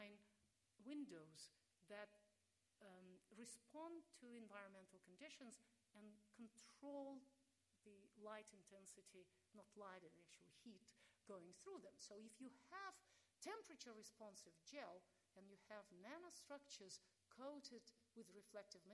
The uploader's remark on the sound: This lecture took place at the University of Sydney in celebration of the launch of the Australian Institute for Nanoscale Science and Technology at the University of Sydney.